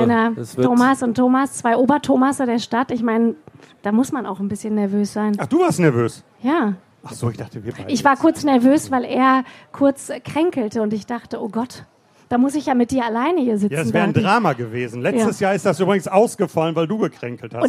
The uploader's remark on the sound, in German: live vom ZFR